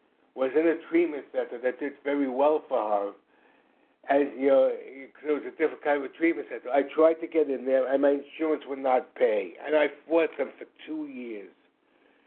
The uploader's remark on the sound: 100 Pounders Phone Meeting, 8/11/23